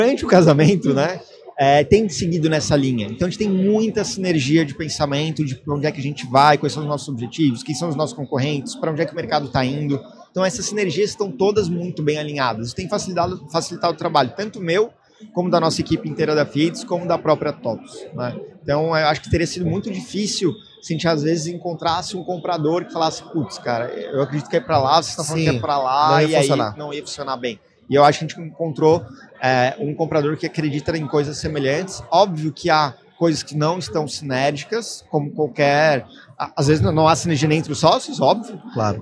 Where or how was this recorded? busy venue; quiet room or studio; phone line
busy venue